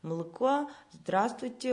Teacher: у нас все «а» и «о» в безударной позиции превращаются в «ы» · Term: уральском говоре